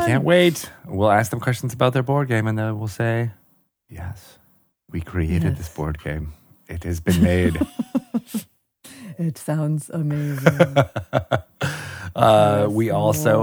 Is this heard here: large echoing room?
no